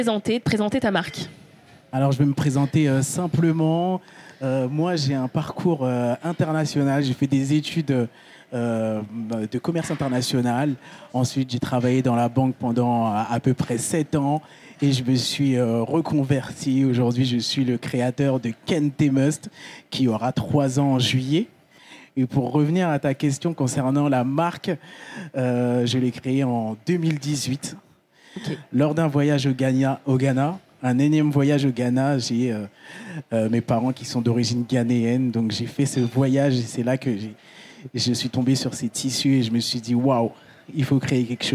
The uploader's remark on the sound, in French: Enregistré en live à l'occasion de l'événement Slow fashion & culture organisé par Weslow, accélérateur de marques engagées mode et lifestyle.